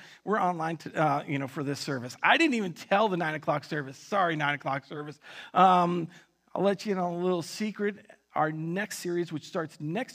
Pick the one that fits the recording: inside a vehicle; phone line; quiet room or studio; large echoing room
large echoing room